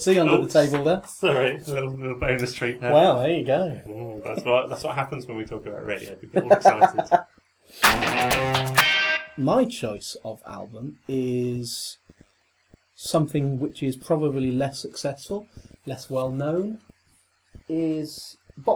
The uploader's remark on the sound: Battling (and ultimately losing) against a range of audio gremlins. Hidden somewhere beneath the murky sound.